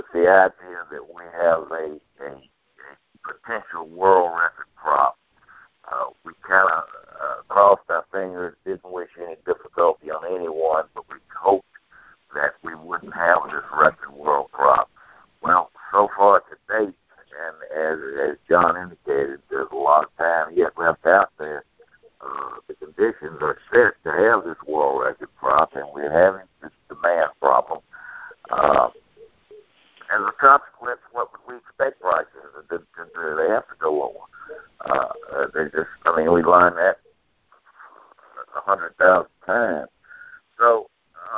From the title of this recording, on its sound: Monthly Conference Call